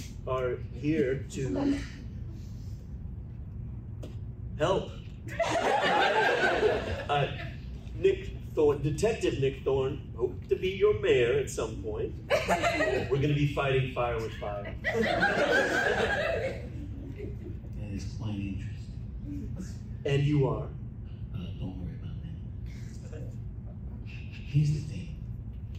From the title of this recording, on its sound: Dragoncon 2023 Live Show